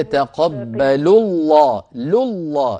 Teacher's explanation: لام يتقبل مرققة، لام لفظ الجلالة مفخمة